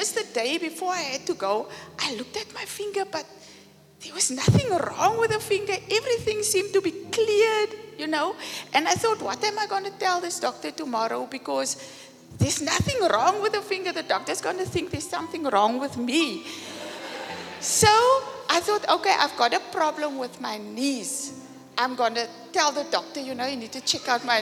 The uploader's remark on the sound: Preached at the Zion Sanctuary, Cape Town.